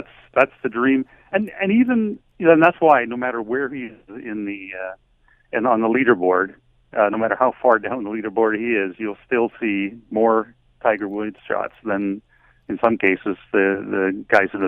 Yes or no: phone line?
yes